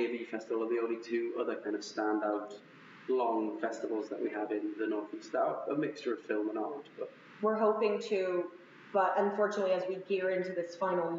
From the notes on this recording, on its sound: Another adventure in terrible audio